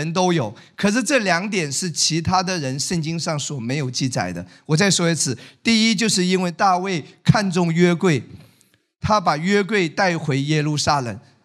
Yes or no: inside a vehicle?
no